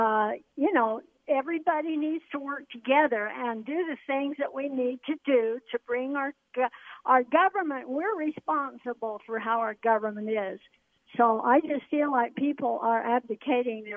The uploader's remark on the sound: We also hear live calls from listeners on the topic.